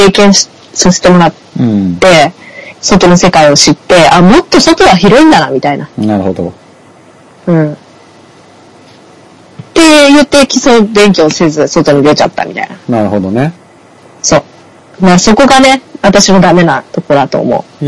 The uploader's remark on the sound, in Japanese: 収録環境及び音声圧縮の影響で今回はお聞き苦しい音質になっており申し訳ありません。